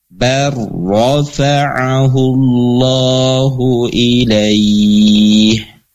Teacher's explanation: karena sebelumnya ada harokat fathah, maka ro-nya ro tafkhim atau ro tebal. Dan ro juga memiliki sifat tawasud atau bainiyah, maka, ya, dia ada apa namanya, mengalirnya suara namun limit terbatas, ya, mengalir suara namun terbatas.